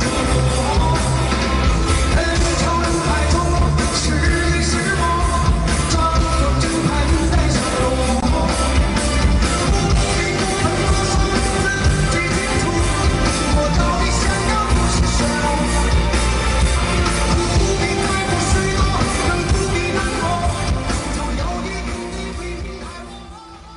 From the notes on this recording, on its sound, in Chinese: 還有聽故事的觀眾